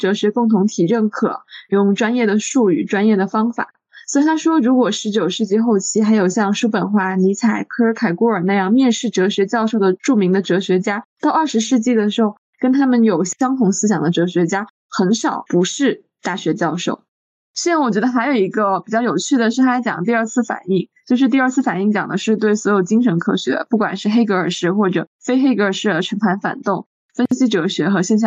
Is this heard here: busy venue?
no